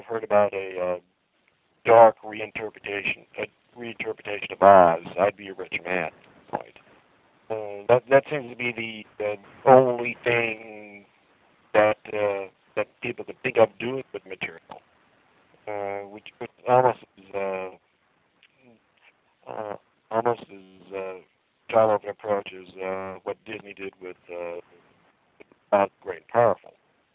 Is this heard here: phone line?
yes